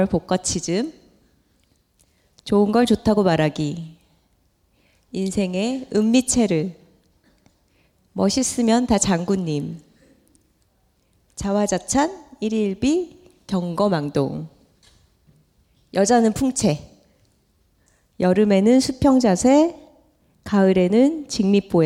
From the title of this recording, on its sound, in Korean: 스포티파이와 함께한 여둘톡 1주년 공개방송